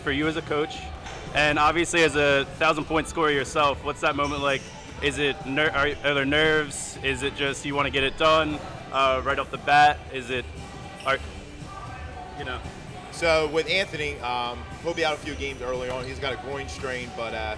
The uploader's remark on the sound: Live at Cherokee High School. The gang records live from The Jimmy V Foundation Tournament at Cherokee High School.